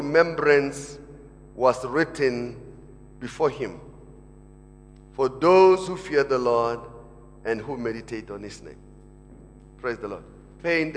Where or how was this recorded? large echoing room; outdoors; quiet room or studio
large echoing room